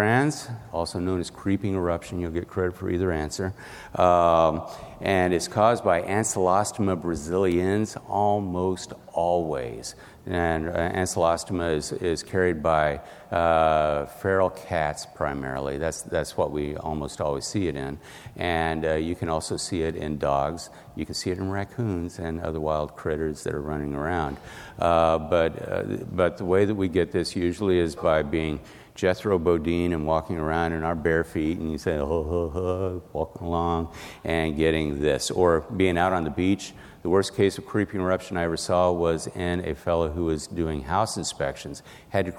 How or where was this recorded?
busy venue